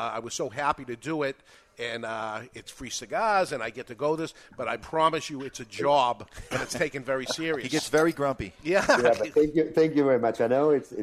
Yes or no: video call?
no